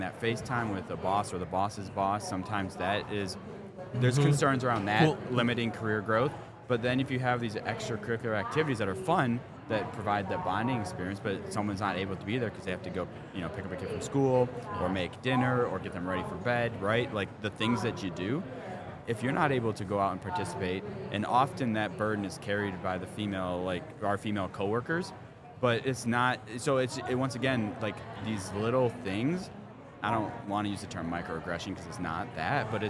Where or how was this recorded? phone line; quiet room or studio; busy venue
busy venue